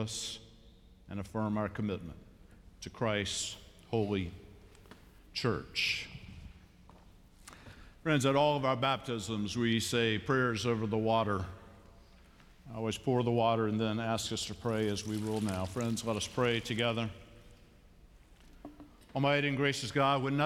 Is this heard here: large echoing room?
yes